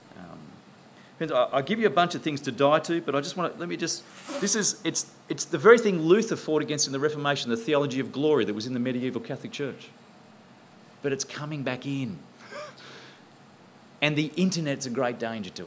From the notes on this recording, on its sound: presented at the 2010 National In The Chute conference in Canberra